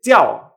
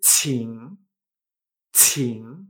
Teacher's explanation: la diferencia entre chao, donde no sale aire, Tiao, el verbo llamar, y ching, ching, que significa por favor, y donde se nota esa explosión de aire